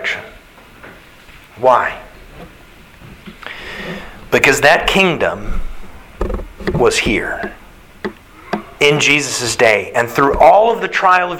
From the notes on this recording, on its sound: Sermon Delivered March 27th, 2022